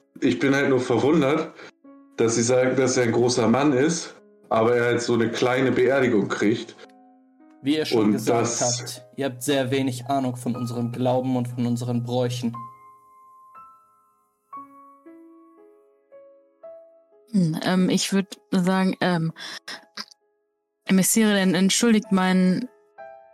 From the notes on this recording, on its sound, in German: Sorry für die Sound-Issues